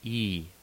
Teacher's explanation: The close front unrounded vowel